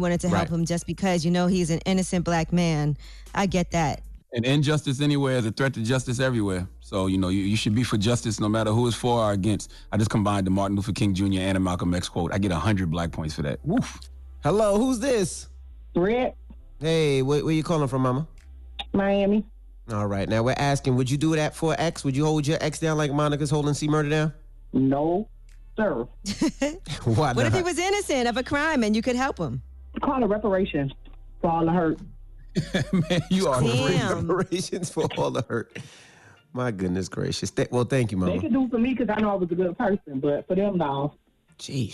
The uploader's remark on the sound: we opened up the phone lines